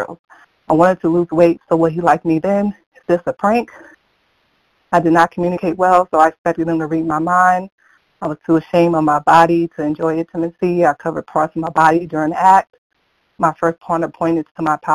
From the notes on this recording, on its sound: from the 100 Pounders Phone Meeting